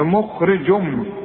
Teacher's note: اقفل شفايفك هنا، والميم لازم تغني لانها مشدده